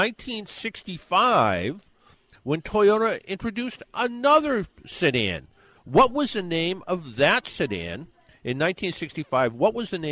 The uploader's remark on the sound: Live from Expressway Toyota